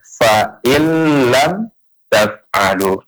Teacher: Nunnya udah enggak nampak lagi. Ya, langsung lebur ke huruf lam · Term: idgham bila gunnah